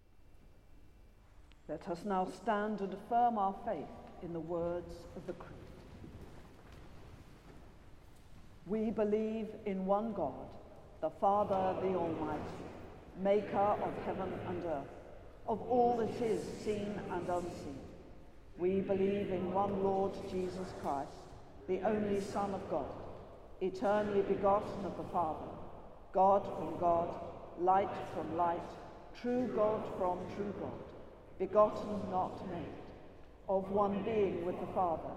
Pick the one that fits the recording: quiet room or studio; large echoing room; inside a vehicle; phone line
large echoing room